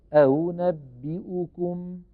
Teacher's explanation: بتسهيل الثانية المضمومة بين الهمزة المحققة والواو